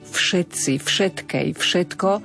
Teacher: To naše obľúbené, veľmi často používané slovo všetci, všetkej, všetko, opäť na začiatku slova je neznelé f